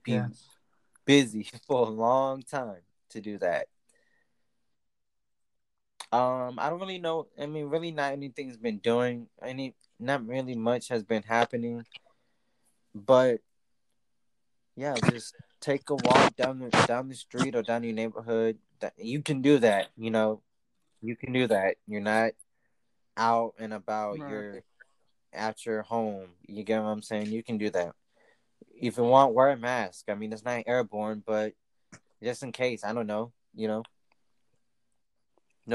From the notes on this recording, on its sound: Still living the quarantine lifestyle smh and sorry for the Audio latency as well!